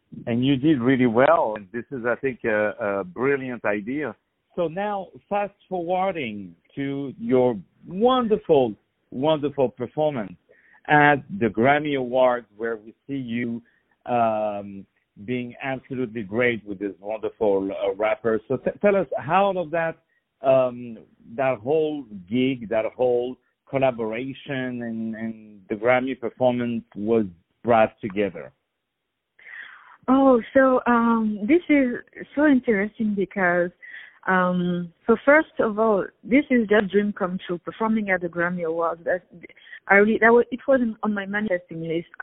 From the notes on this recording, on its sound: On the phone